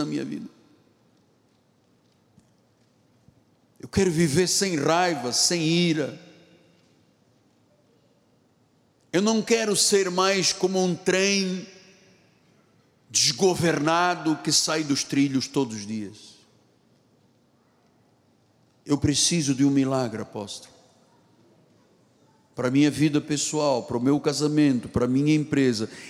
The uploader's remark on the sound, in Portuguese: Culto gravado na Igreja Evangélica Cristo Vive.